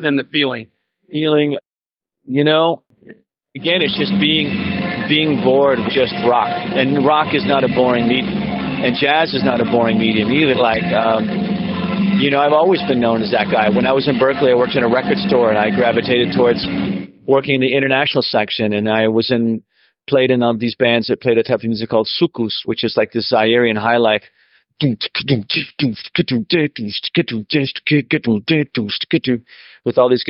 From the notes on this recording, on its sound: This interview was recorded backstage in Atlanta, Georgia at the famed Lakewood Amphitheatre.